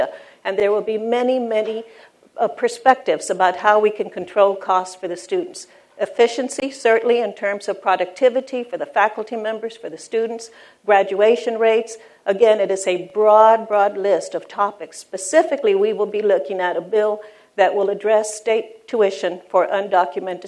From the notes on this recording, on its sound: at The Texas Tribune Festival on September 22, 2012.